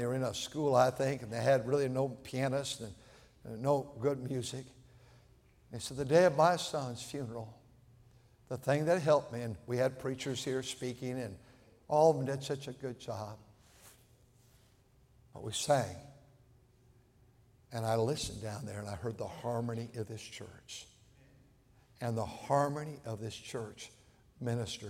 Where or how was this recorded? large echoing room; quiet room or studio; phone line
large echoing room